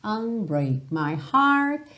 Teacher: Aqui também, unbreak, você não ouve esse K, …. Também não ouve o T do heart.